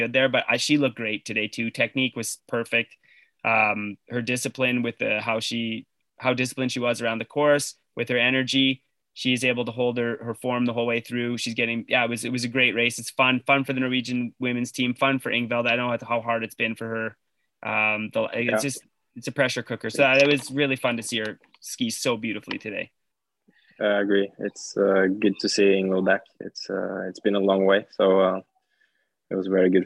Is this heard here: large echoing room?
no